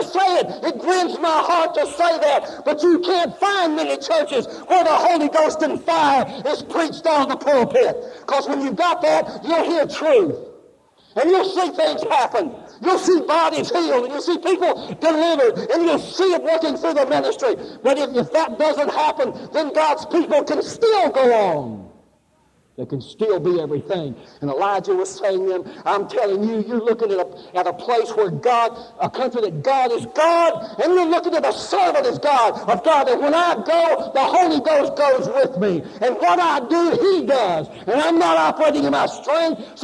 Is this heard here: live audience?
yes